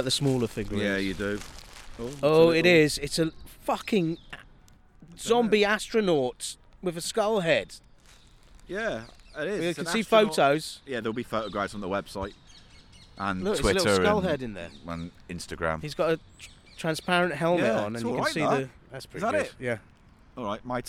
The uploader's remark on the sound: take a merry wander through London, starting in Angel, Islington and ending in Highgate Village.